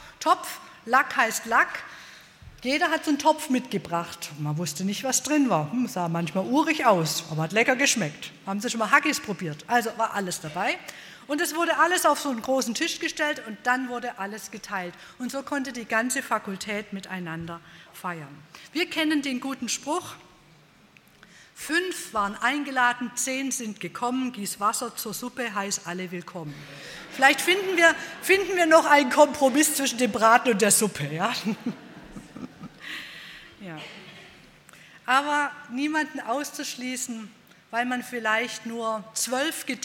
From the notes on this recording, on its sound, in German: bei einer Veranstaltung der Liebenzeller Mission